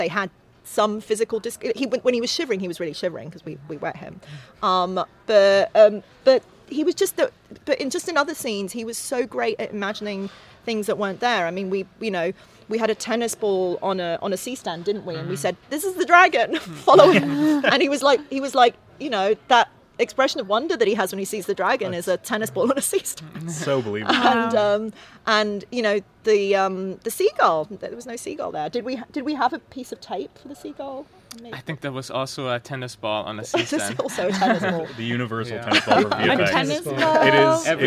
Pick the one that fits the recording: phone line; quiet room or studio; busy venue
busy venue